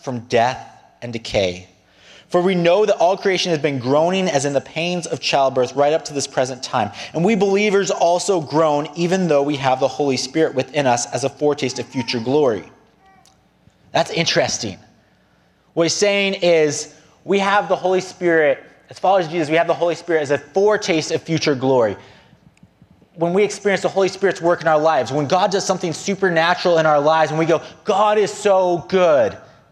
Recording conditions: large echoing room